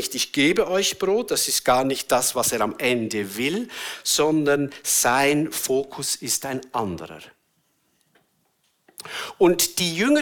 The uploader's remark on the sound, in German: Eine Predigt der BewegungPlus Burgdorf